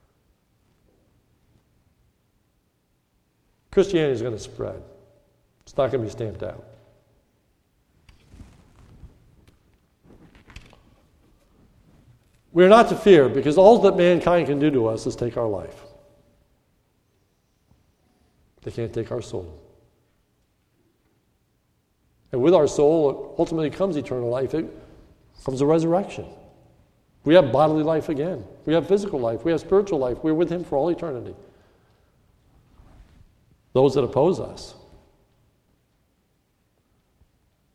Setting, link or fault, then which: setting, large echoing room